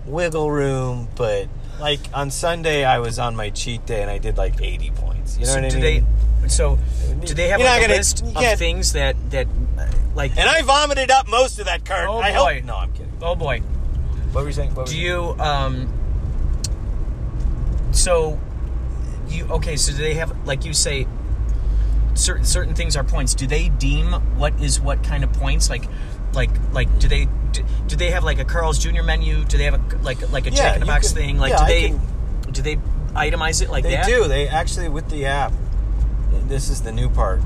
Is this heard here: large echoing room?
no